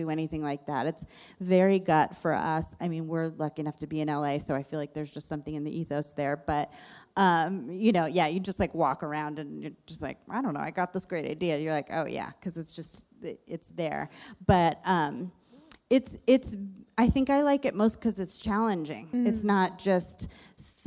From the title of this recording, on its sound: Live from the WorkParty Tour